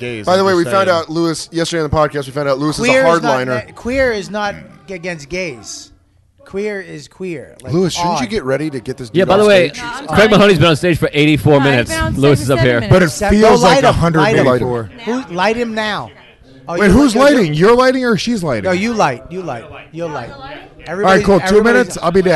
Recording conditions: busy venue